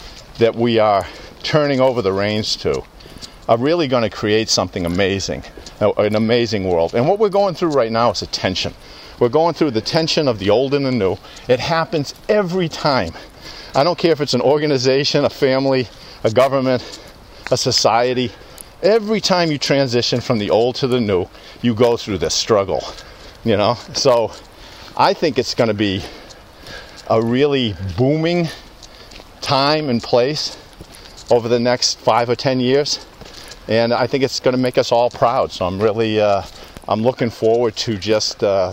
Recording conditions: outdoors